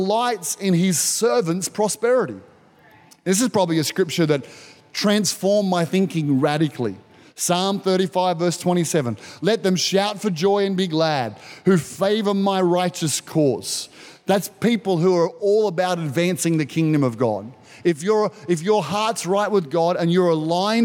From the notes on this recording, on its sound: This was recorded in our 9am service on the 27th of February, 2022